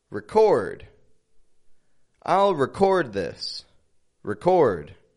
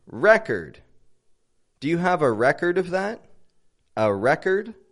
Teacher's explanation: the verb is stressed on the second syllable. The noun, however, is stressed on the first syllable.